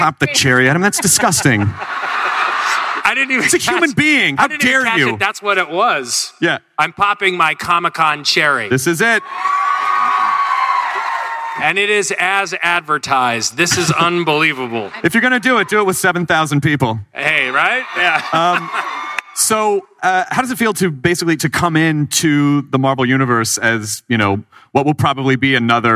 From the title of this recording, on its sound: Comicon Marvel Panel 2014